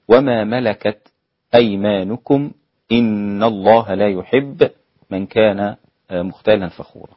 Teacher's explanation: هذا السكت وصلا للإمام حمزة بخلف عن خلاد، إن الله لا يحب من كان مختالا فخورا ليس فيها خلاف.